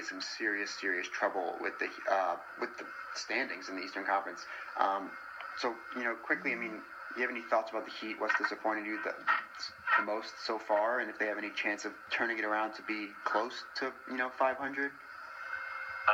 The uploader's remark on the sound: I APOLOGIZE FOR THE TECH DIFFICULTIES AND POOR AUDIO